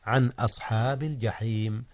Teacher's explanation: أظهر النون قبل الهمزة عن أصحاب الجحيم، إذ الهمزة من أحرف الحلق وهي من أحرف الإظهار.